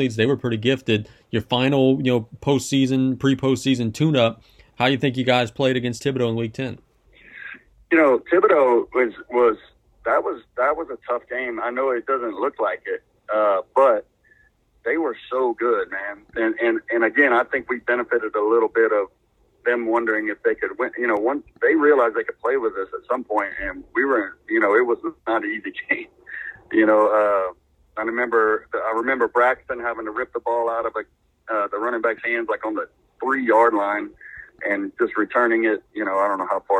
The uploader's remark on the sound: We then move to the phone lines with 2 great guests.